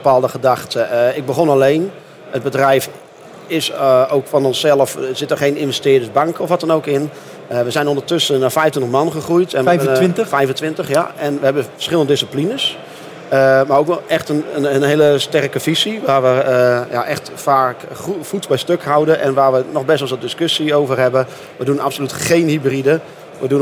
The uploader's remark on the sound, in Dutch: opgenomen op de VSK